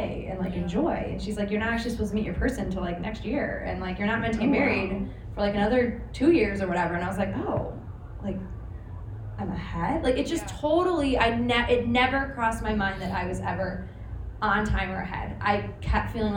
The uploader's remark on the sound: We are coming to you live from our in person podcast at Soho House, recorded in Chicago. I wanted to share a vast array of views on this panel.